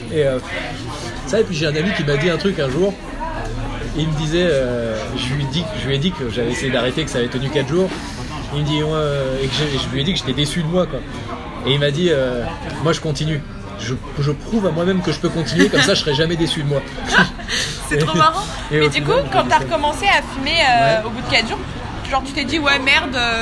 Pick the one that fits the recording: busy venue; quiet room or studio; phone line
busy venue